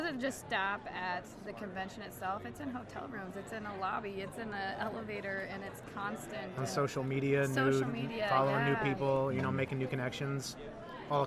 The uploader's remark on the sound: Live from SHAPE Nashville Day 2!